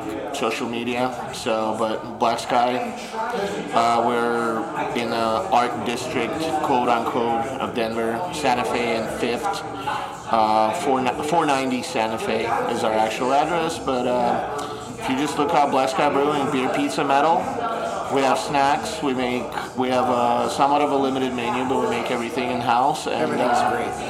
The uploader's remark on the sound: Brewers Panel at Crazy Mountain Brewing